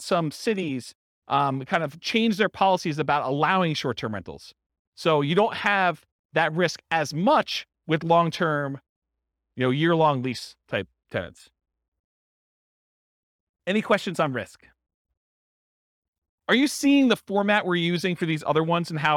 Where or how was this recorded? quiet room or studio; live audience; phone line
live audience